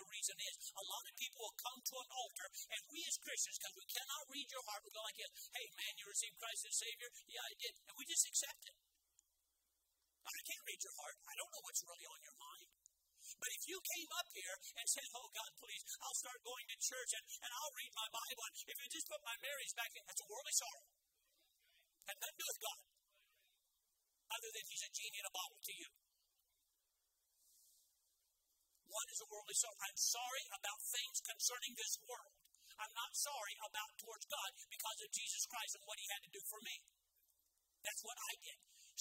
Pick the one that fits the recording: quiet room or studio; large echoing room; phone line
large echoing room